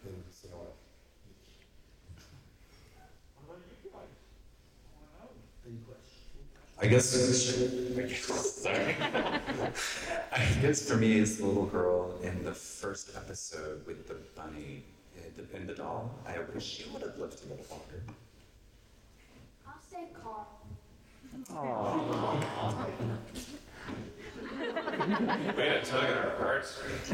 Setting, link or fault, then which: setting, busy venue